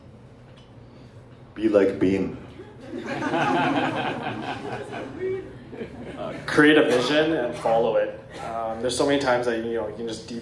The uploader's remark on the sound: Our 1st Live Event went above and beyond our expectations. Doing what we love in front of a live audience - we hosted loved ones and fresh new faces.